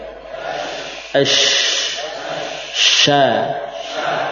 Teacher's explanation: Pertama, perhatian kita pada ujung lidah ya. Pada pelafatan shin, ujung lidah kita posisikan di bawah gigi-gigi seri bawah. Ya, di gusi bawah. · Term: makhraj huruf shin